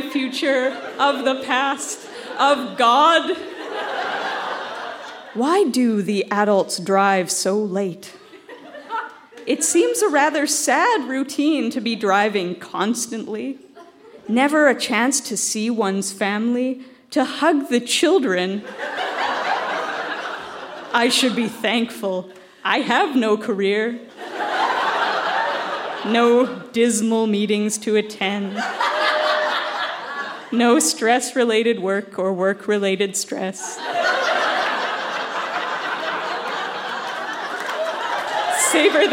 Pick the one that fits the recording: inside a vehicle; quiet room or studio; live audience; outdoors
live audience